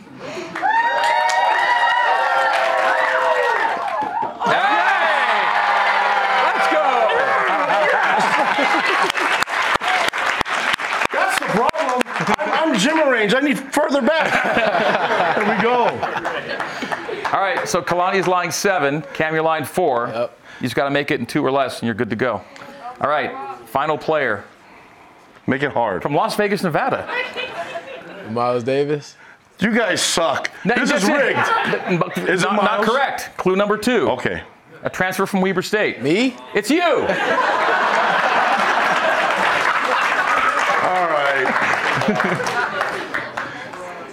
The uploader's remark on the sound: A live audience in Studio C.